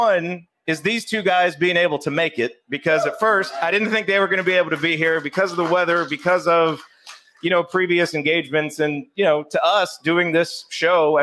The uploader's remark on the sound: Assembly Call was live at Switchyard Brewery in Bloomington for its annual meetup.